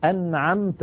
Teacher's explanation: أنعمت، هذه الكلمة فيها مثالان، النون ظاهرة عند العين والميم ظاهرة عند التاء · Term: الإظهار